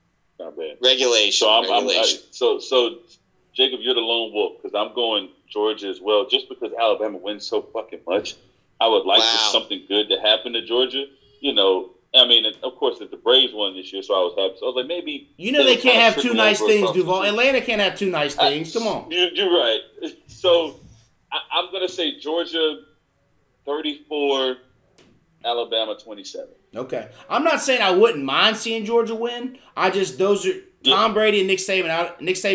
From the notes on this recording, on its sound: Gathered up via zoom to discuss our thoughts about the 2021/2022 Carolina Panthers Season.